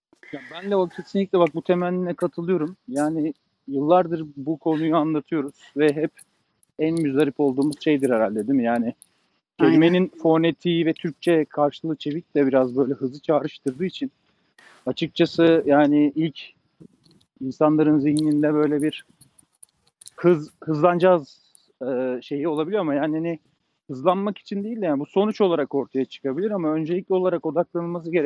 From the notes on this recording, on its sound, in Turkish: Agile Walks. Yürüyüş yaparken Agile sohbetlerini kayıt altına aldıkları keyifli bir podcast serisi.